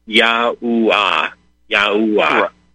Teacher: it should be pronounced as O-O, ooh. The W is pronounced as ooh.